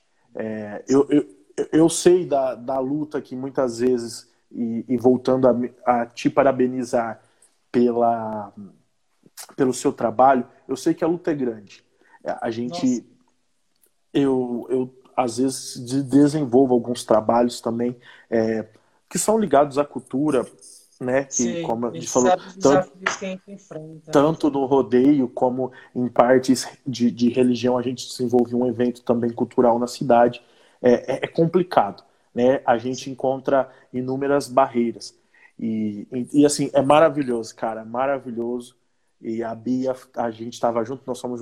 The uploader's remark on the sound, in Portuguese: Esse programa é uma gravação de uma live que aconteceu no instagram no dia 27/05/2020.